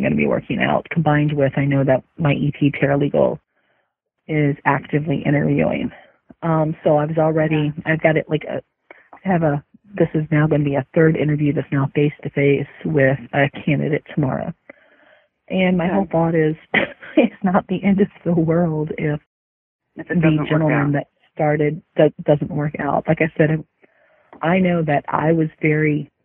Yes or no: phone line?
yes